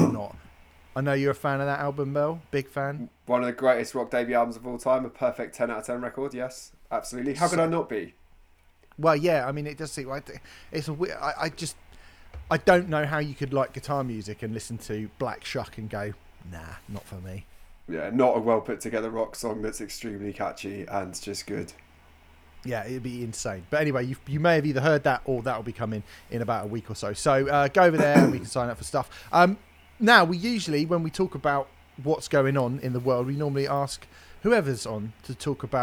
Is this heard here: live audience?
no